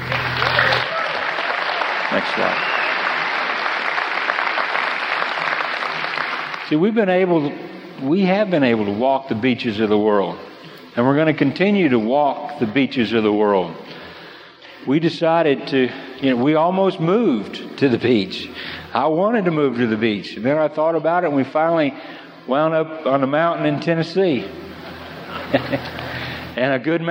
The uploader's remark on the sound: This session was originally recorded at a national convention